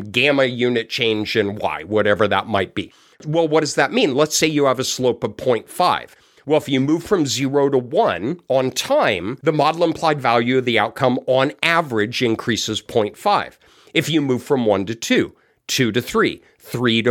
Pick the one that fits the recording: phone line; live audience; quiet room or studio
quiet room or studio